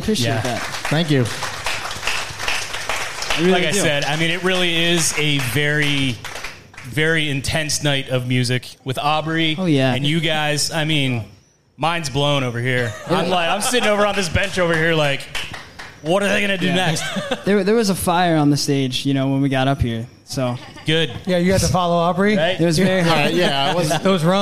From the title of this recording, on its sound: Live from the Love Local Courtyard Concert Series